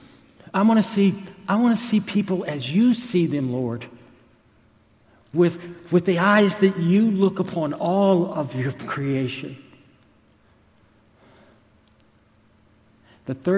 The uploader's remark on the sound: Recorded live at Stonebridge United Methodist Church in McKinney, Texas.